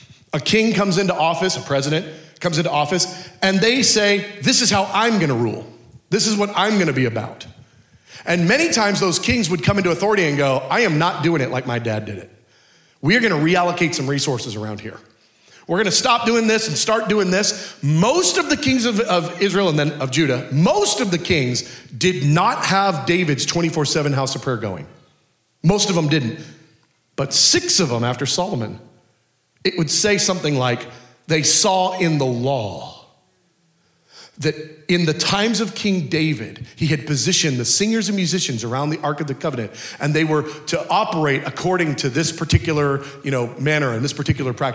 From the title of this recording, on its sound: Culture of Prayer Conference Session 3